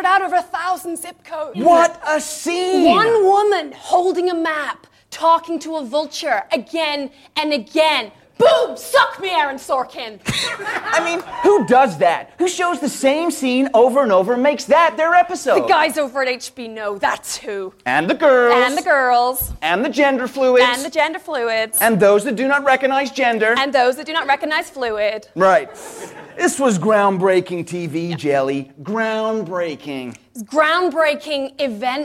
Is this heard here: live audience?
yes